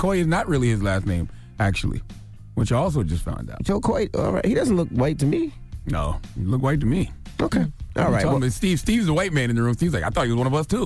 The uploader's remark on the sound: we opened up the phone lines